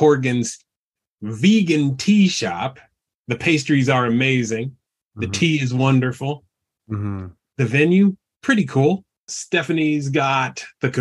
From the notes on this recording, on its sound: virtual open mic